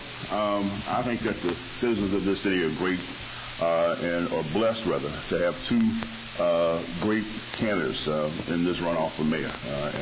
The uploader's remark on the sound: This radio show was brroadcast live from the Summerfield Estates on 9133 Baird Road in Shreveport as part of a Senior Health Fair from 8:30 am to 11:30 am.